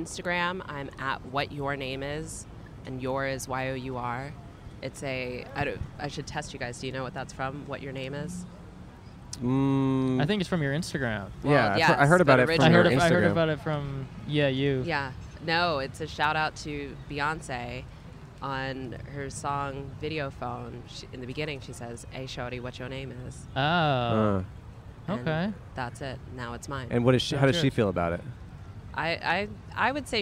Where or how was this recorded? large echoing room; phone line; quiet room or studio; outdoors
outdoors